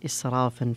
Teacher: إسرافا فيه ترقيق الراء